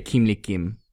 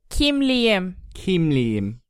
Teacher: We have to change that K at the end of kimlik to yumşak G, that yes, soft G. · Shown in: second take